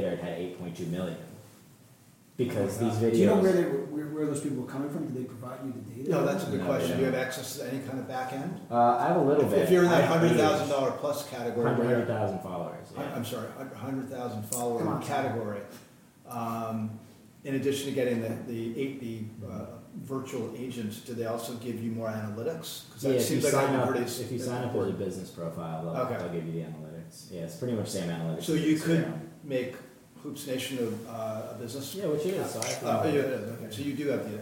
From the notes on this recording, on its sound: Recorded during the 2019 Columbia University Sports Management Conference